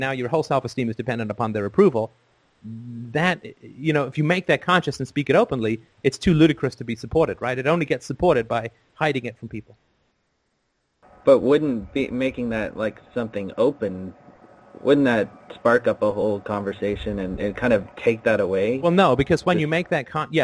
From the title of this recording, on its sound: Sunday Call In Show